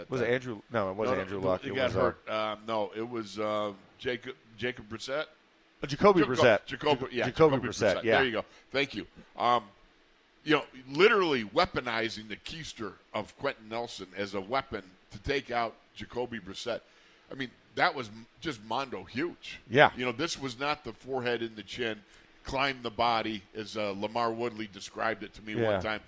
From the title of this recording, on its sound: In the Locker Room Live from Steelers Camp Day 5